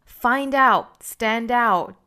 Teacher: find 和 out 连读 findout。这和我们昨天讲到那个 stand out 是一样的，都是辅加元连读